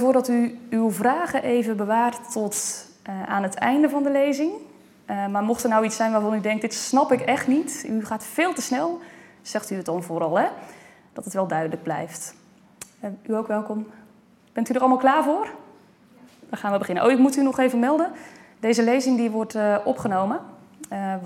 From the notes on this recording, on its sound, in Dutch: Deze opname is een opname van de lezing die op 29 september 2020 is gegeven in Museum Catharijneconvent.